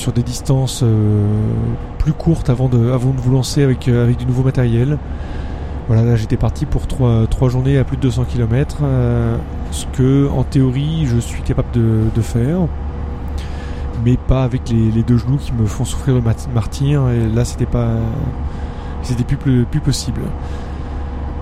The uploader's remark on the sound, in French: Un petit épisode enregistré dans le TER après avoir écourté un périple pour cause de mauvaise préparation matérielle.